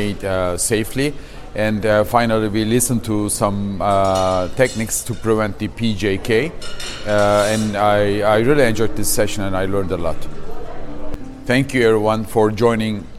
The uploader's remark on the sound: 29th IMAST | Session Moderator Live Interviews